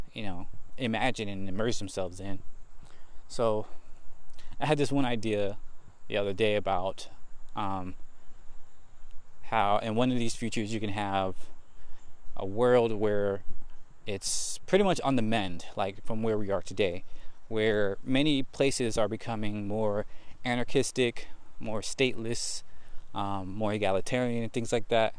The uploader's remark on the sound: Today I just walk and talk